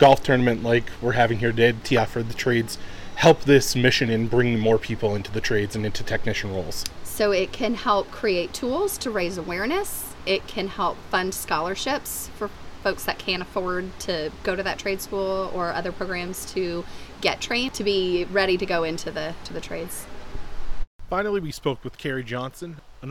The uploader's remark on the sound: Live from Tee Off for the Trades Golf Tournament. We are live at the Angel Park Golf Course in Las Vegas.